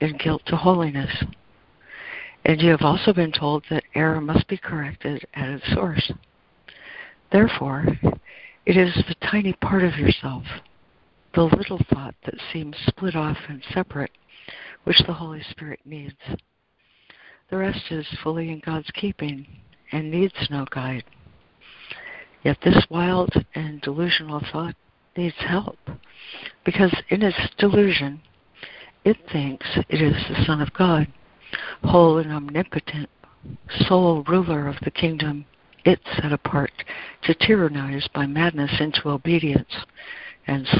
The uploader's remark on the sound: ACIM Daily Conference Call